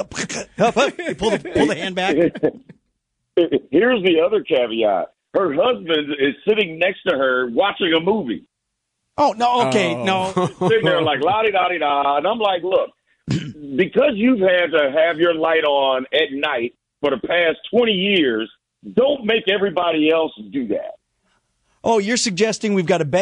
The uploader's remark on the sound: Joins the program via phone because of his late flight last night.